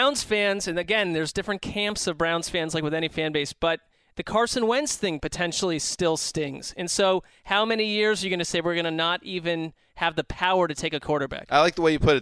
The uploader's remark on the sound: report live from what could be the final Chargers game in San Diego